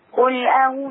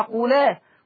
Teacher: طب تنتبه إلى نقل الهمزة حركة الهمزة الأولى إلى اللام. قولا لما نشيل الفتحة اللي على الهمزة فتنتقل للام تبقى لام مفتوحة · Shown in: second take · Term: النقل